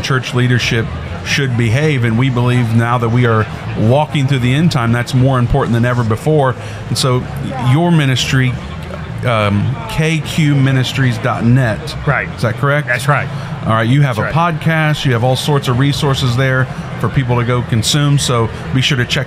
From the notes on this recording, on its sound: LIVE from Indy. We are doing the show LIVE from the Indiana Convention Center in Indianapolis, Indiana.